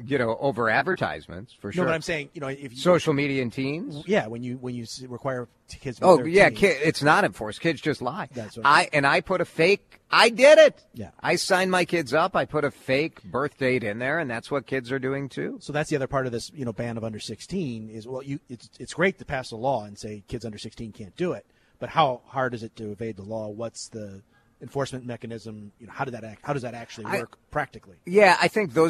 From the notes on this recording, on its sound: We are doing it LIVE from the Diamond Awards over at The Armory in Minneapolis for the Minnesota Twins’ Diamond Awards Ceremony